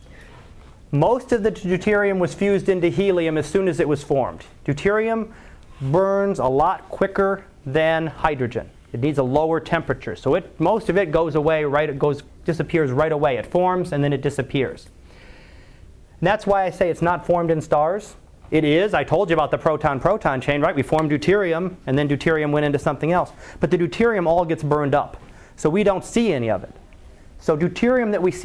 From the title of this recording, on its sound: Live Class Lecture